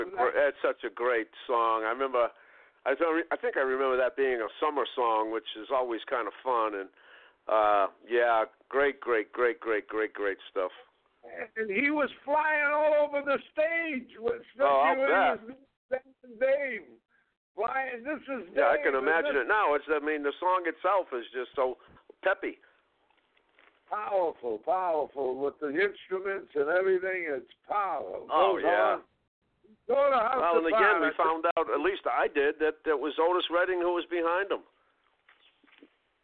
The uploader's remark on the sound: A gang of suprise call in guests who recount the 'good old days' at the Shack...